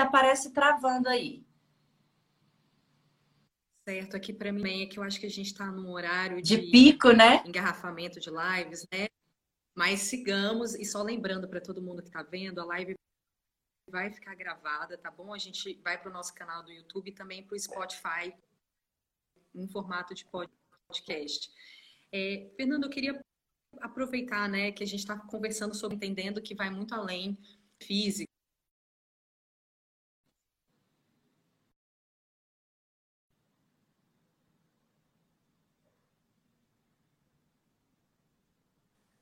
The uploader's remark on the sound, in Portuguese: Live do IG